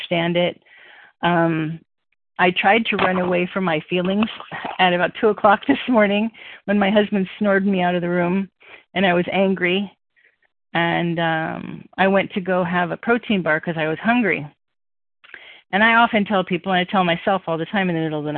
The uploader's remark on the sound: 100 Pounders Phone Meeting